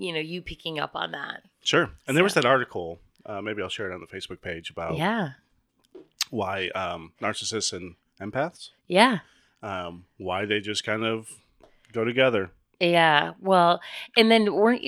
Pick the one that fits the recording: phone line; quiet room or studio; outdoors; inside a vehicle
quiet room or studio